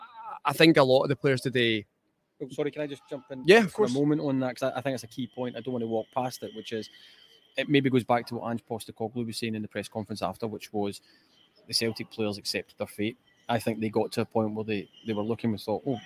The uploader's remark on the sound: Live Match Reaction from Ibrox